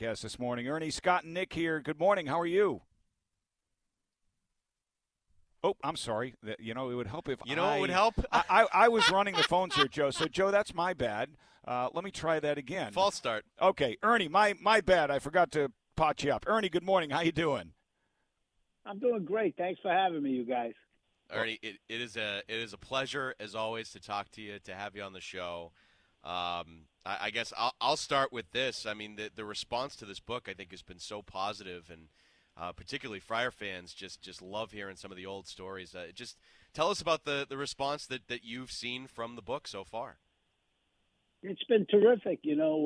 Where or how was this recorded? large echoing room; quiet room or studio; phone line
phone line